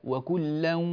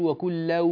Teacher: التنوين مع الواو إدغام بغنة · Shown in: first take · أنت لا تأتي بغنة من الأنف، وكلا وعد، نريد أن نسمع الغنة هكذا وكلا، الأنف لما نسد يؤثر، لكن عندك تقول وكل الأنف لا يتأثر لأنه لا يوجد غنة تخرج منه، اسمه إدغام بغنة.